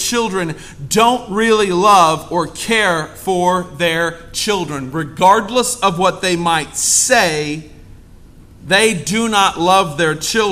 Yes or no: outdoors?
no